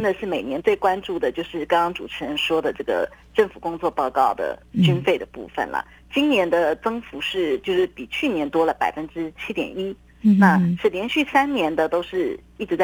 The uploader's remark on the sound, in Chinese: 連線訪問中央社駐上海記者